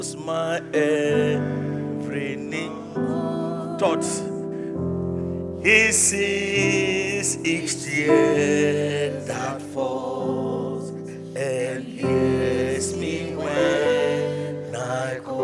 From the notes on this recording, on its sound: Preached at the Truth Cathedral